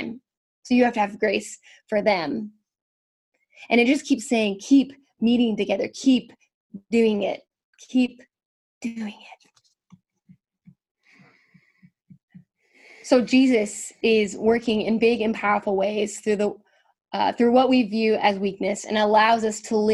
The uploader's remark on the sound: We are meeting via Zoom during this time of social distancing.